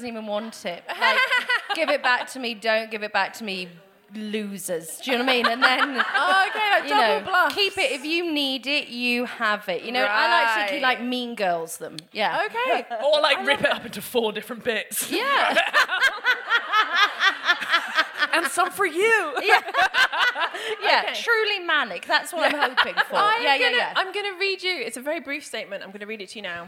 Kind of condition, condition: setting, live audience